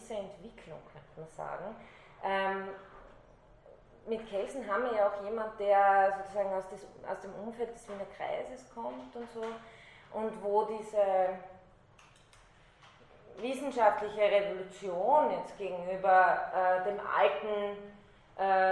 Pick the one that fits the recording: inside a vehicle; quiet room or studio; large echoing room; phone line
large echoing room